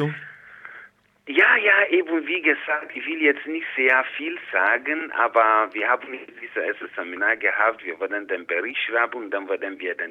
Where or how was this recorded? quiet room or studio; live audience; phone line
phone line